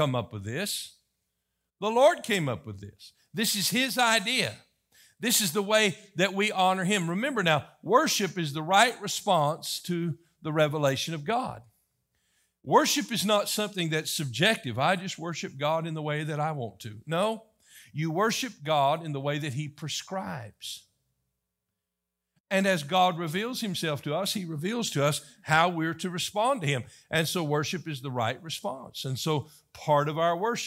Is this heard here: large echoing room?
yes